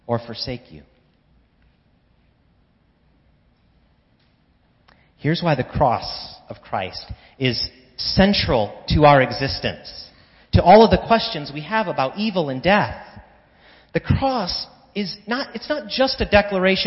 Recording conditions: large echoing room